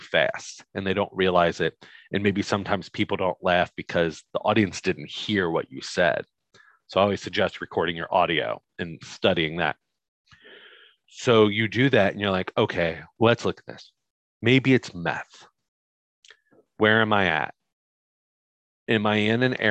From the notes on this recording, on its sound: This is the original Zoom Audio.